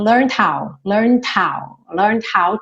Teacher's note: Do N você já passa pro D. E esse D já tá querendo virar o how.